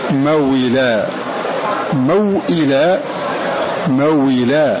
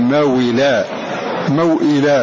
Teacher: فالهمزة مكسورة فنقلنا حركتها إلى الساكن قبلها وحركناه بهذه الكسرة ثم حذفناها